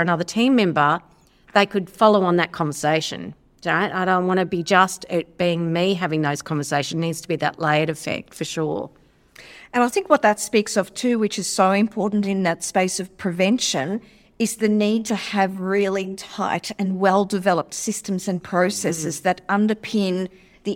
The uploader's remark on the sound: Live from ASLM Conference Cairns. This episode was recorded life at the Australasian Society of Lifestyle Medicine conference in Cairns.